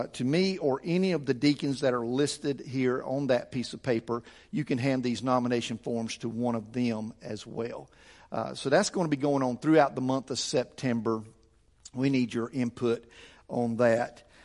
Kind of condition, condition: setting, large echoing room